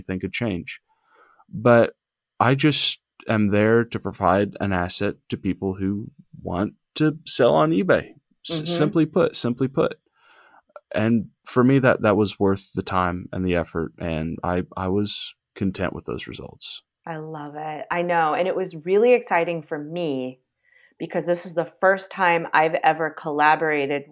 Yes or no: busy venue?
no